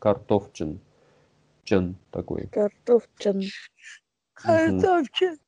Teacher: То есть это не че такая прям чистая, ну, чуть-чуть твердая такая